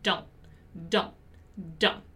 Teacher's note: in American English, we don't usually pronounce this T in the end of the word